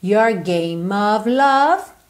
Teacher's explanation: Tudo juntinho, OF com som de OV, ok?